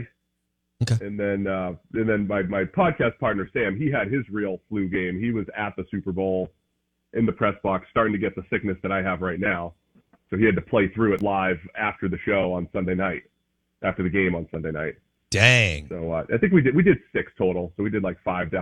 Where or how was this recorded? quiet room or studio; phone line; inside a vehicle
phone line